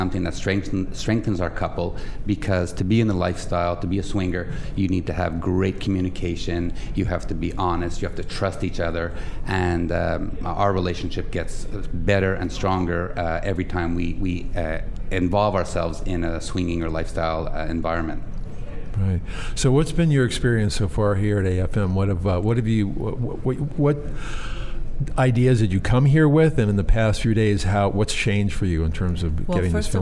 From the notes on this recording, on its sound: Join VoiceAmerica as we Broadcast LIVE form the American Film Market! Over 8,000 industry leaders converge in Santa Monica for eight days of deal-making, screenings, seminars, networking and parties.